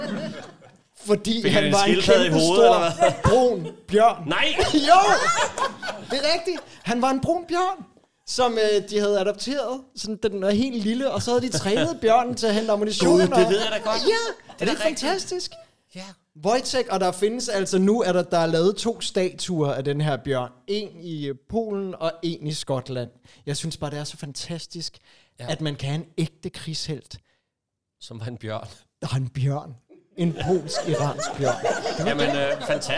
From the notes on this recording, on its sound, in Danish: Optaget live i Kulturium, Ishøj.